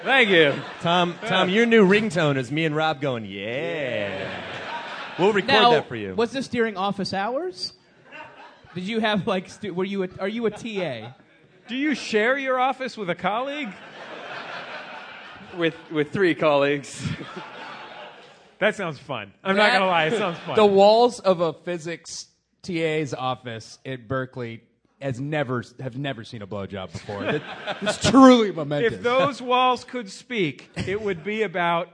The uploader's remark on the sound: Live at SF Sketchfest. Live on stage at the Eureka Theater in San Francisco.